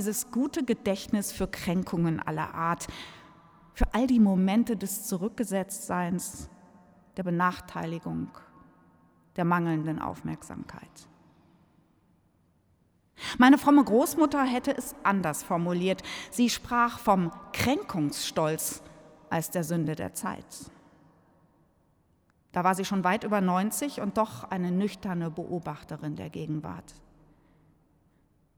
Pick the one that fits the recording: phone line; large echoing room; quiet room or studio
large echoing room